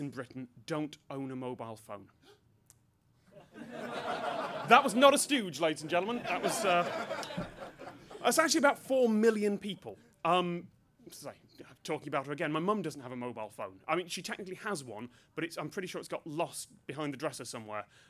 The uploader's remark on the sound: Met with and at the Open Data Institute to get to know one another. This is a recording of the speeches that took place.